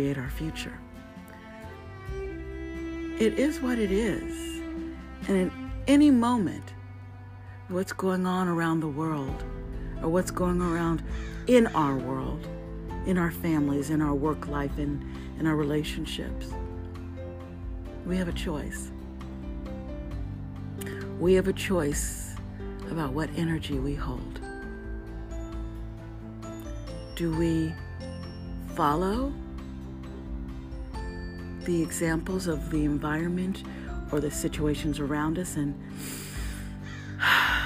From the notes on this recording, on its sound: Recorded by the beach, a lovely bird chimes in while we tune in to our hearts amidst a chaotic time.